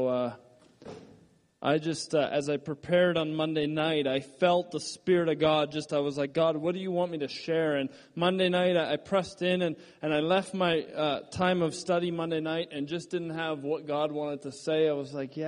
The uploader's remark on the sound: Shares at Resurgence Extended in Edmonton on June 14, 2013.